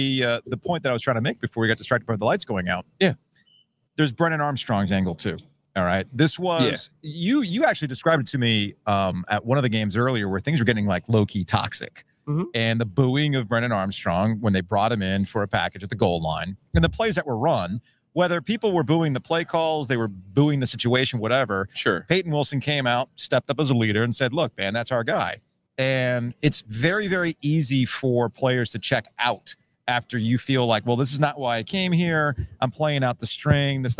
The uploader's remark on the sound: From the Breeze Thru parking lot. Live from the Breeze Thru on Trinity Rd.